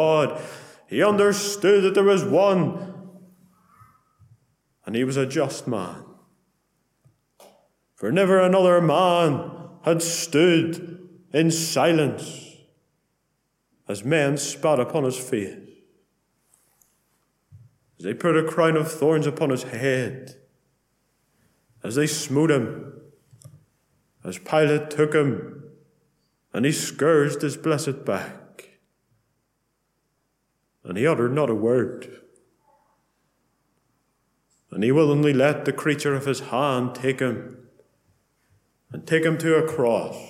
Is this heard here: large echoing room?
yes